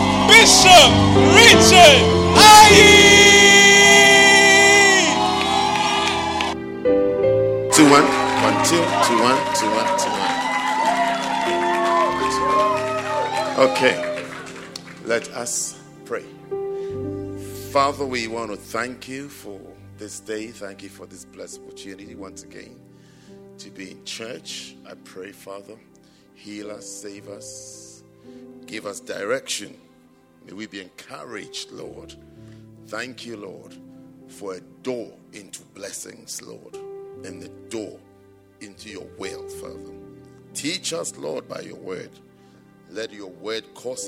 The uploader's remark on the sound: at the Saved and Called Service - First Love Church, London.